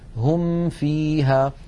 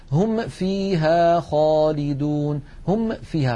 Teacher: والبعض الآخر يبالغ فيقول هكذا هم فيها خالدون هم فيها، فيكاد يقلقل الميم يطبق ويفتح ويخرج أصوات · Shown in: second take · من وهو يظن أنه يظهر الميم لكنه يؤذيها ويقلقلها من غير حاجة.